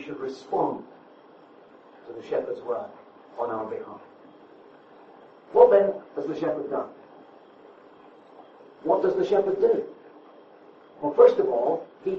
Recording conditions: poor sound quality